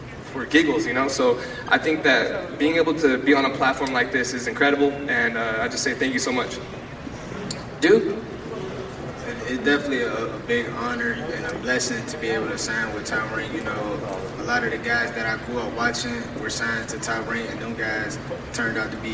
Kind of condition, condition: setting, busy venue